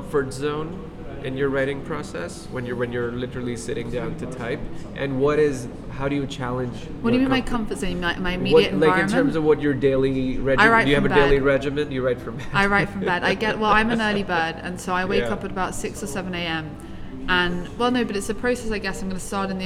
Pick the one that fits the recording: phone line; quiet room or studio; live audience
live audience